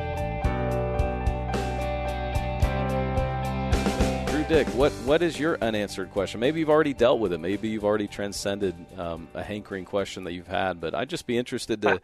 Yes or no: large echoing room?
no